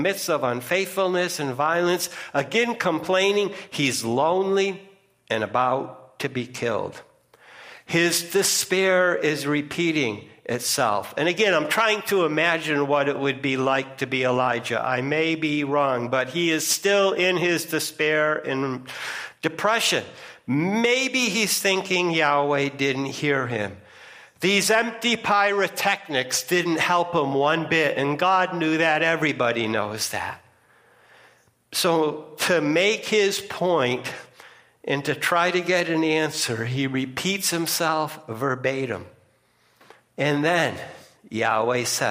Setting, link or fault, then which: setting, large echoing room